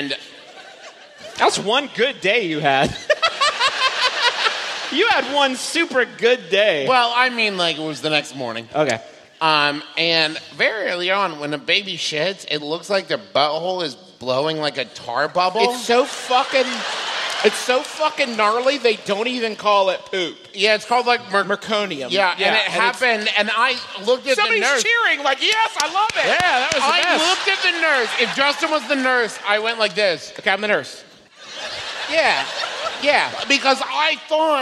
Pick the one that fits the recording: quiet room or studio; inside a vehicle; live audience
live audience